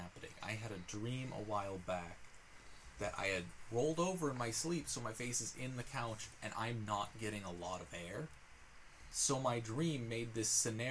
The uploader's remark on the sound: we tried recording in a new setup and it didnt work!